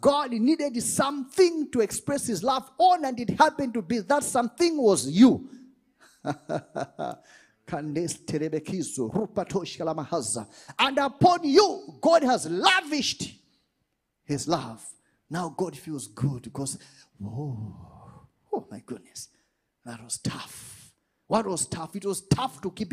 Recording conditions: large echoing room